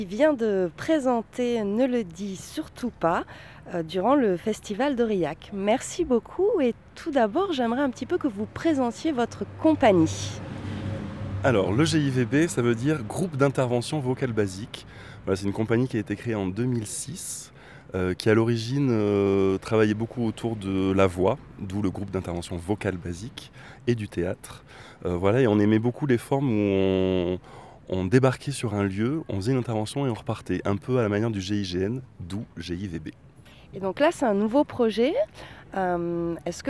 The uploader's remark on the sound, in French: Nous sommes parties au festival international des arts de rue d'Aurillac à la recherche de spectacles féministes.